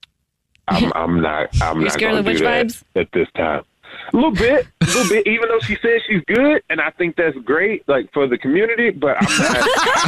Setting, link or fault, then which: link, phone line